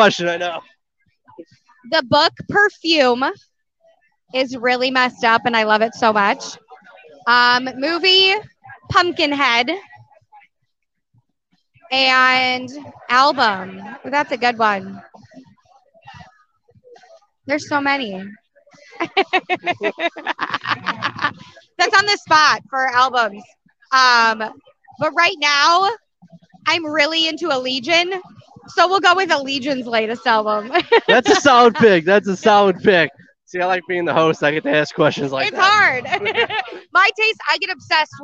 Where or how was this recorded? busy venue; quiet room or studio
busy venue